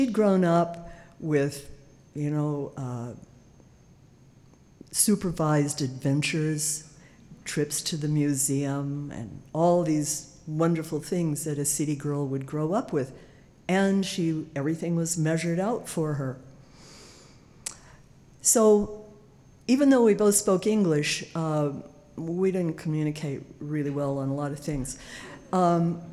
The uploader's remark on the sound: told live on stage and without notes